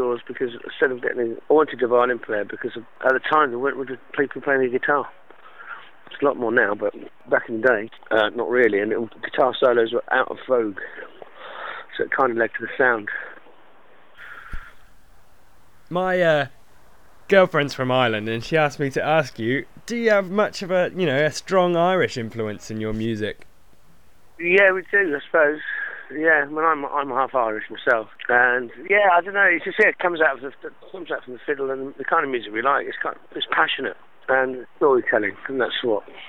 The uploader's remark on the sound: first telephone interview